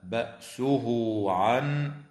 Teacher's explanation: وتوصل هاء الضمير في قوله تعالى بأسه عن بواو تمد بمقدار حركتين حال الوصل